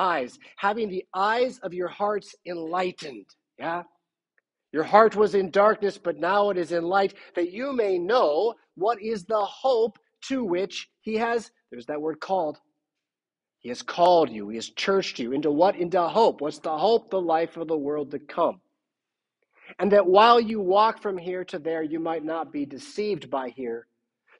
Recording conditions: large echoing room